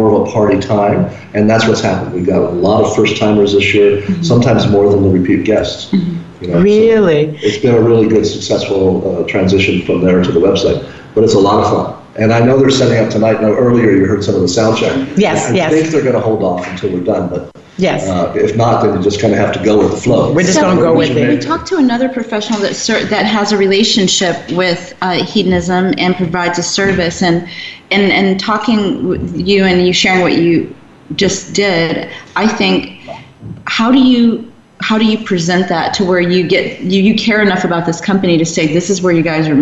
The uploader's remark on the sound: Broadcast Live from Hedonism Resort, Negril, Jamaica. Bring you all of the fun happenings at Hedonism Resort this week as they celebrate their 38th Anniversary with a lavish Gala.